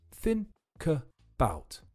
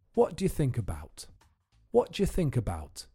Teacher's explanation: the k at the end of think is linked to the u at the beginning of about. So we say three sounds, think about.